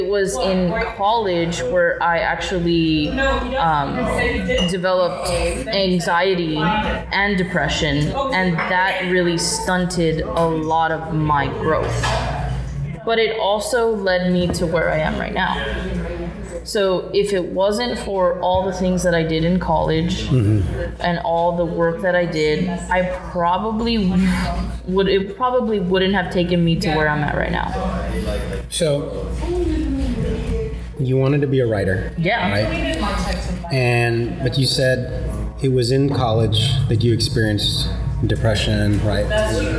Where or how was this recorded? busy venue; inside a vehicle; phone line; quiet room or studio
busy venue